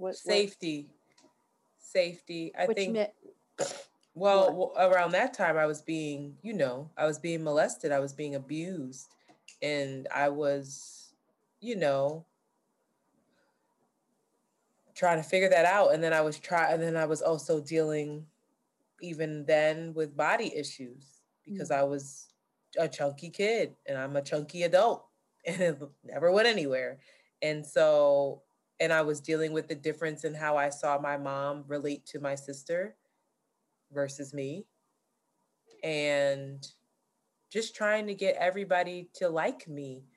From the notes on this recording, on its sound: We experienced technical difficulties and had to use zoom audio.